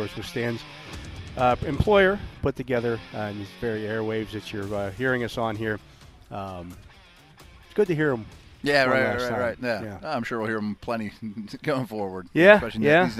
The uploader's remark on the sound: SNR The Drive from Steelers' Mini Camp Day 1. Broadcasting live from the UPMC Rooney Sports Complex for day one of Steelers' 2023 Mini Camp.